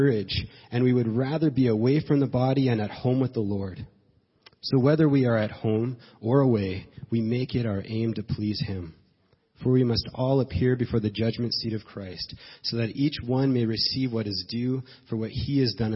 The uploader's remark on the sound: As we gather for the first service of 2017